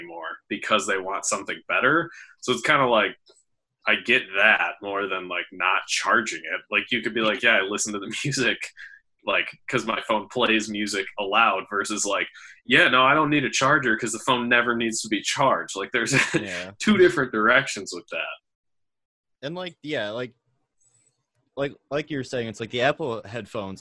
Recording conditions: video call